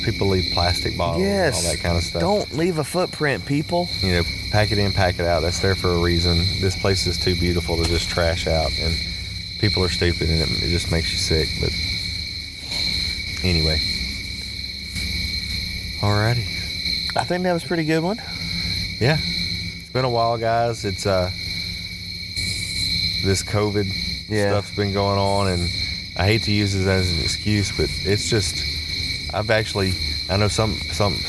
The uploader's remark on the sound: E34- Caddo Campfire Pt1. Our podcast from the field.